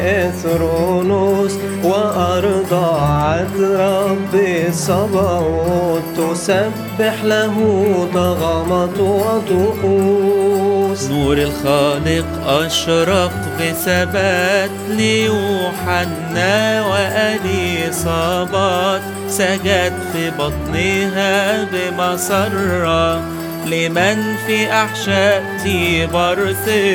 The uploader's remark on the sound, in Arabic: Version Mobil #خدمة_معزية_من_البيت. التسجيل_بالموبايلات_الشخصية. التسجيلات الصوتية بالموبايلات الشخصية.